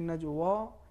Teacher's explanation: اگر ہم اس کو کہیں گے نجوا یہ تفخیم ہو جائے گا، یہ صحیح نہیں ہے.